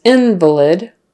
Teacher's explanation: Stress on the first syllable, in, and it's a short I.